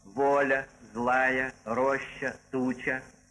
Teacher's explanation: В именительном падеже слов женского рода «воля», «злая», «роща», «туча» на конце мы не слышим звука, похожего на «и», а тот же звук, который вы слышите в каком-нибудь «рыба», только что после мягкого звука.